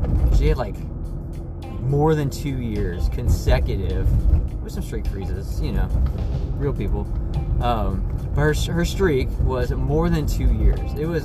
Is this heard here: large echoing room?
no